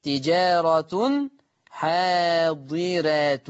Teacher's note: ورش عن نافع فيقرأ بالضم تجارة حاضرة بضم التاء فيهما